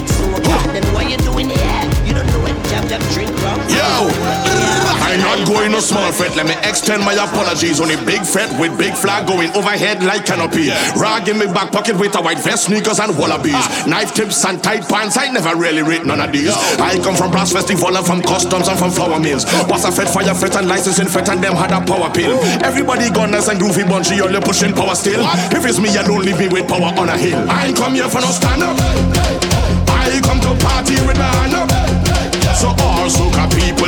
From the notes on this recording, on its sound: live audio recording of my set at island saturdays on sept 16th